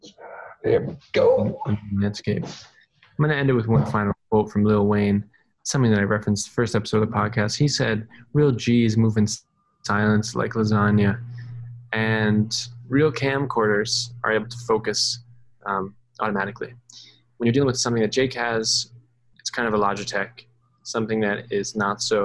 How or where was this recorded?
video call